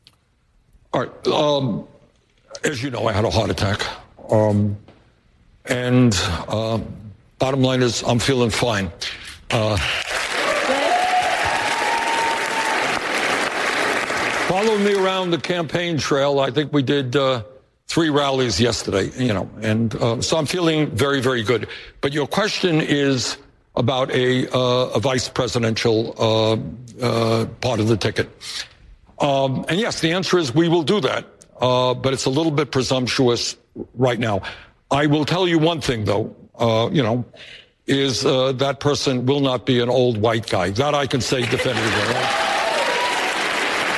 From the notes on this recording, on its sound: live town hall